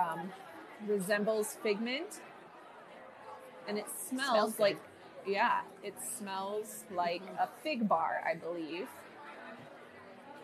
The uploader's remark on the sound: we go LIVE on location at Epcot for this artistic festival